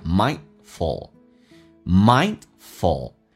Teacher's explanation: 叫 mind,气流阻塞一下 mindful